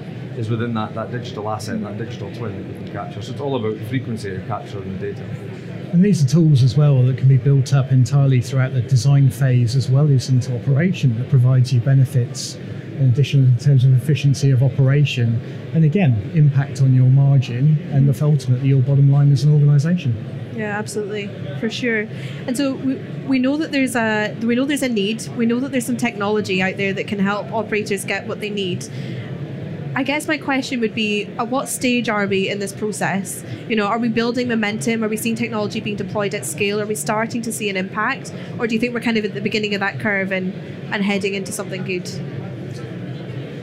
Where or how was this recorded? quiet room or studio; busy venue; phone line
busy venue